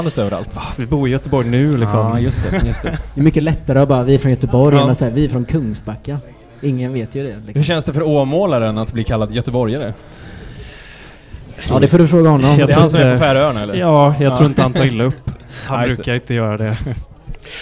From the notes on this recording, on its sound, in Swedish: från spelningen på K103 Off The Record på Oceanen den 1:a september 2022